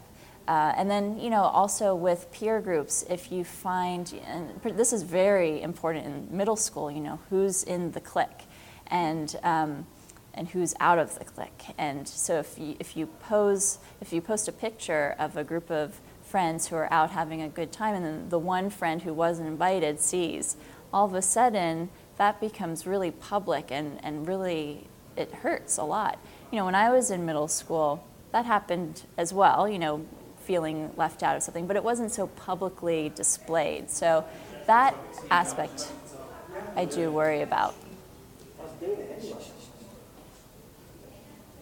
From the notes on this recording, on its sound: This interview was recorded live at the 7th annual 21st Century Learning Conference in Hong Kong.